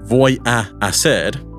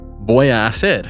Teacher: The two A vowels are blended. · Shown in: second take